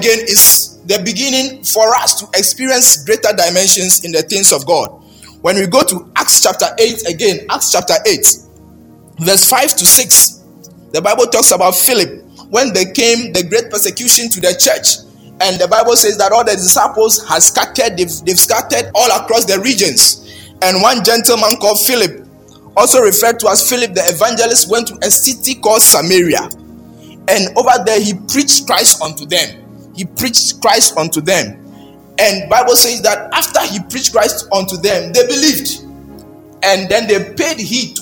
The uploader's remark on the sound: Baptism of the Holy Spirit was preached at Perez Chapel Hohoe.